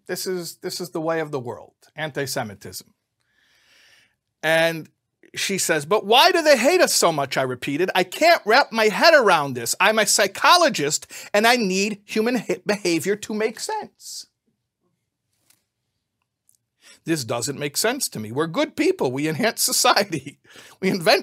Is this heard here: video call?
no